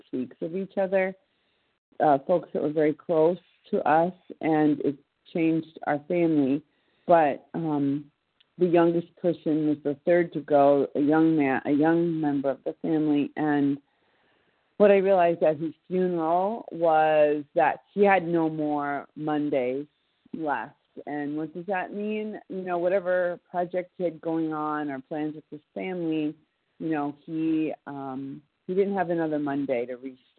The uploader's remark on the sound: From the 100 Pounders Phone Meeting, 10/20/23.